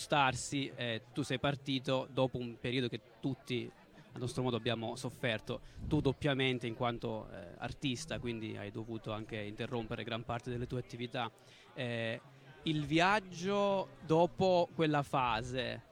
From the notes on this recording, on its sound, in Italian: La diretta di Sanbaradio a Poplar. A Trento. Nella sezione cult del festival.